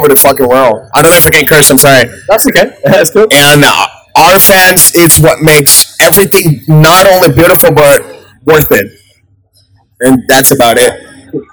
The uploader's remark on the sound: Sorry for the bad audio